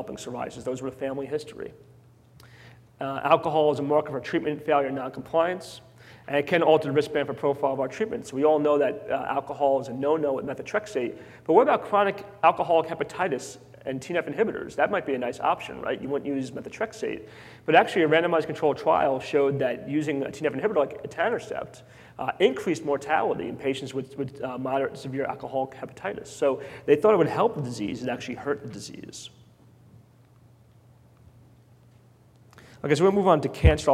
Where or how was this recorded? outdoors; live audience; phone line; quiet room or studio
live audience